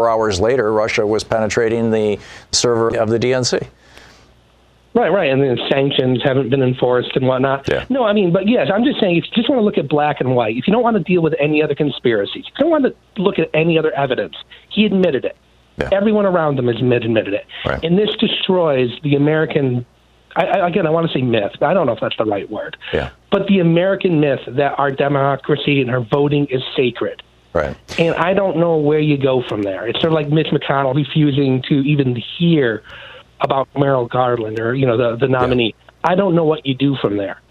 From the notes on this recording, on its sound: Listeners call